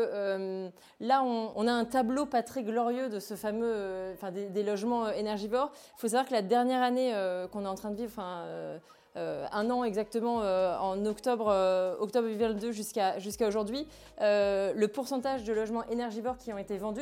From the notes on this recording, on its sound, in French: Devant un public venu en nombre pour cette occasion.